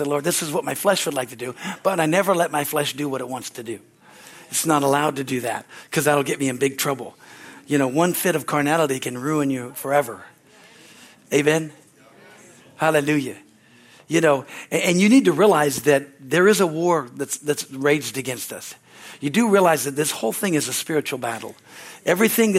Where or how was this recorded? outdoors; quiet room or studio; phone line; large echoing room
large echoing room